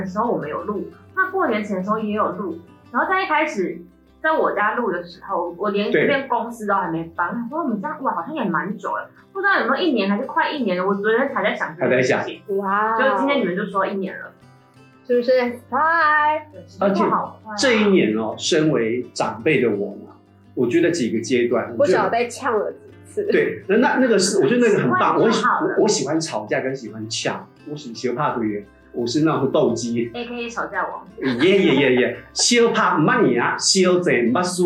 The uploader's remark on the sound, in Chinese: 正好碰到機器調整期(為期一個月)。錄音檔案音質不甚完美。